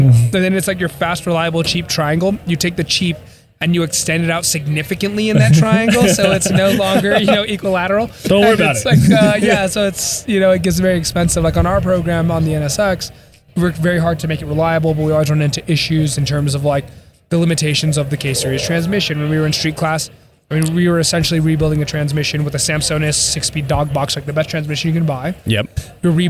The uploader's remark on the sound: LIVE from the Pikes Peak Hillclimb. Live from the streets of the Hillclimb Fanfest!